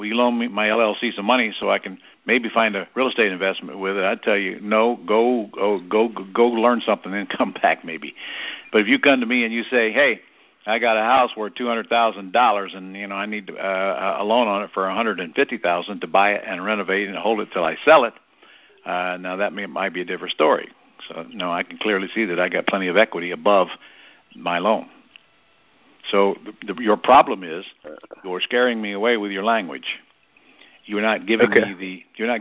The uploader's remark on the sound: Gold Club Q&A Call